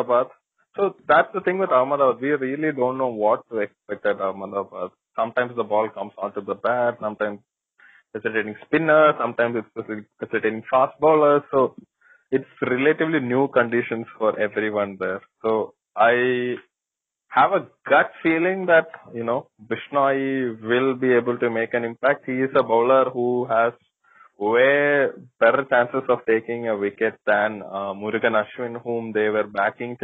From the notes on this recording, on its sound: we get on a phone call (we will get better at this, we promise)